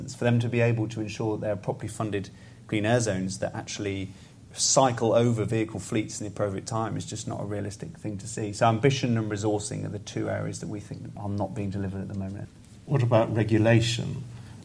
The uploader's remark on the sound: a panel of experts at a recent FT event in London